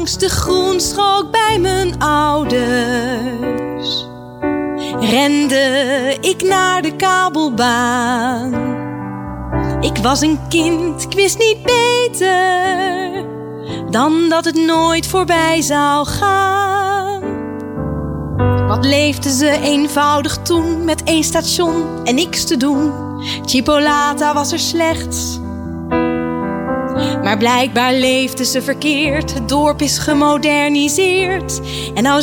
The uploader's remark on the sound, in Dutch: Live vanaf de activiteitenmarkt in Houten.